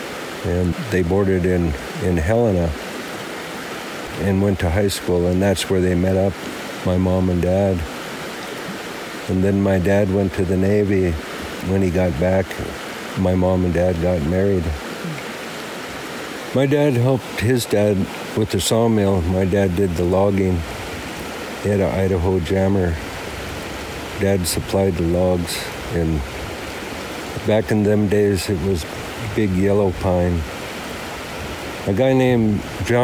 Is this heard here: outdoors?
yes